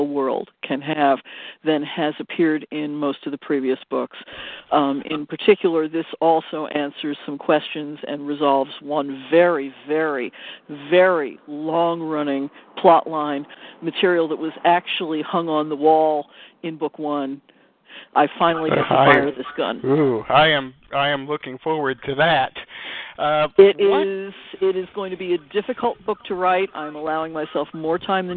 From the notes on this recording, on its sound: Live interview. Will phone.